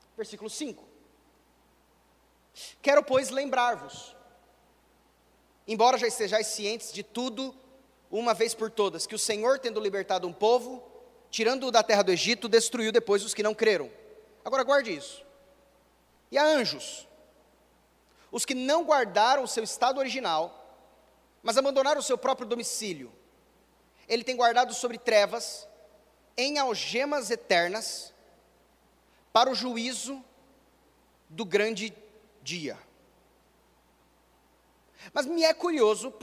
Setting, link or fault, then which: setting, large echoing room